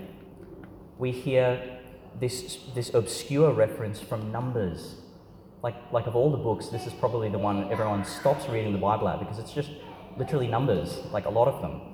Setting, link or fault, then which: setting, large echoing room